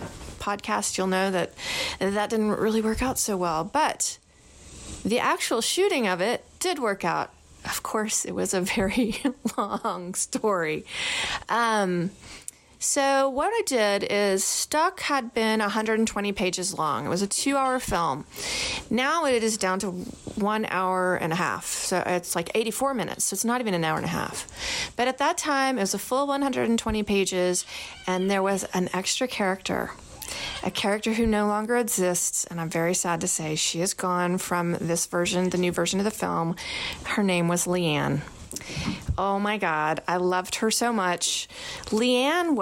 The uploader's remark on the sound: My cats Sunny and Toast were kittens at the time of this recording- you'll here them in the background!